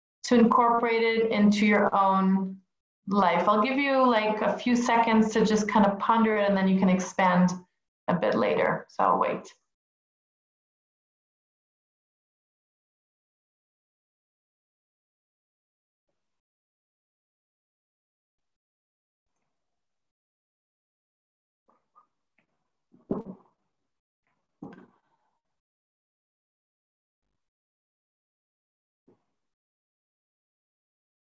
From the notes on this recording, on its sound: Zoom Class.